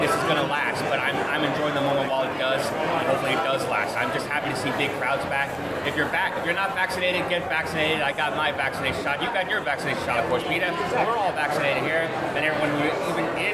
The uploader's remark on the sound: we are LIVE at Terrificon 2021